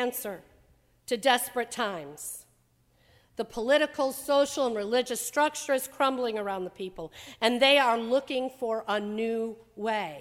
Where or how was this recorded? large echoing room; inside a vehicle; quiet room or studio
large echoing room